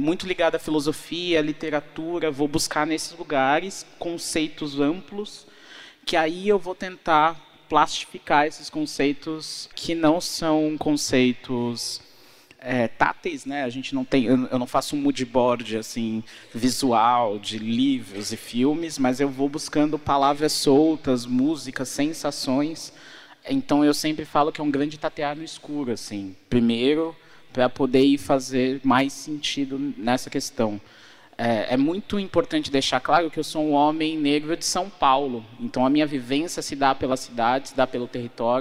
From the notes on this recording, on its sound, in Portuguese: Em abril estivemos na Rio2C pra uma conversa muito inspiradora. Neste papo gravado ao vivo.